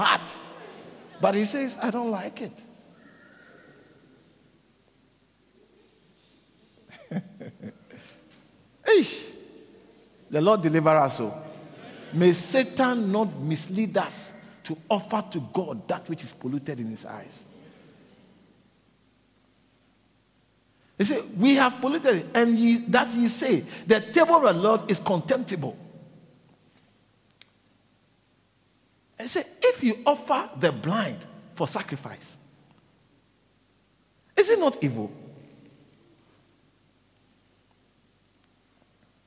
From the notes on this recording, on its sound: preached at the Living Waters Cathedral